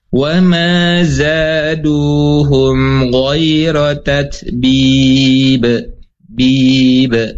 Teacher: Dengan huruf ba, jim dan dal ya, pantulannya tipis